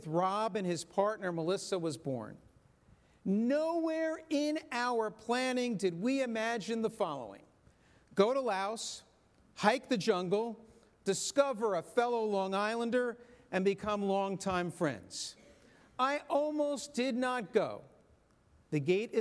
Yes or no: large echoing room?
yes